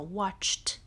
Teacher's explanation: 如果尾音动词的尾音是一个清辅音，也就是说你的声带是不振动的，比如说 watch，那么 watch 的尾音 ch，你的声带是不振动的。那再加 ed 的时候，过去时这个 ed 会发音发成像 t 一样的音